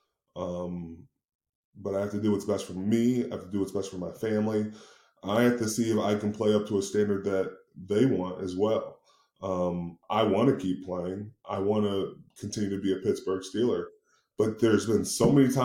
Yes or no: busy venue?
no